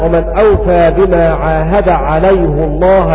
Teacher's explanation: وكلمة ومن أوفى بما عاهد عليه الله لم يقرأ بضم الهاء إلا حفص، فقرأ هكذا: ومن أوفى بما عاهد عليه الله بضم الهاء، لأن هاء الضمير في عليه أصلها الضم، وأيضا لتفخيم لفظ الجلالة